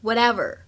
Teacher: 这个 t 有一个美音浊化的现象需要注意，就会变成 whatever · IPA: [wɑ:ˈtev.ər]